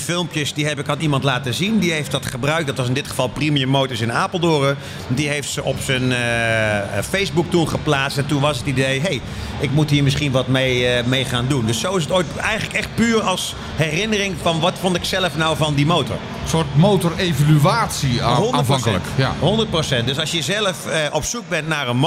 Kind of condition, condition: setting, busy venue